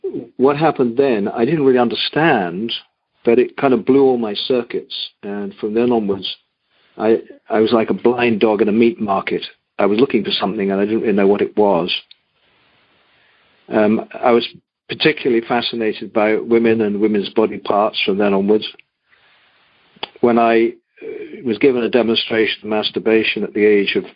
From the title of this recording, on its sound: Monday Noon Phone Speakers Series